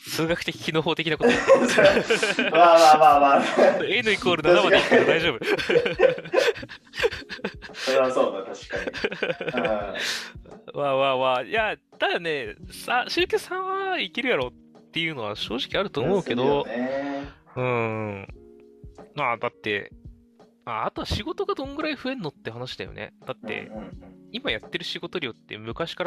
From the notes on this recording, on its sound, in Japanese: すみません、前回今回と少し音質悪めです